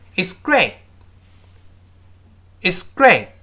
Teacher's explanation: 最后那个 t 顶住，憋住气。我们说 t 的单词末尾读快了都会失爆啊